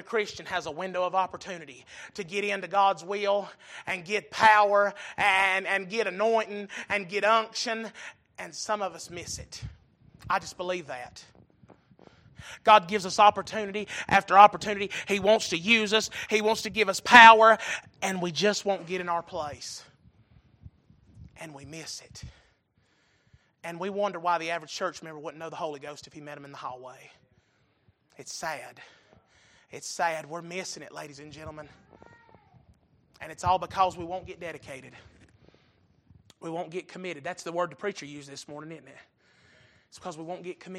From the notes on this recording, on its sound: Recorded November 13, 2022 - Sunday Evening Service